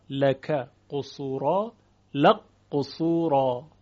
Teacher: همچنین در این مثال لک قصورا، ادغام کاف در قاف بالعکسه، ادغام کاف در قاف لک قصورا، لق قصورا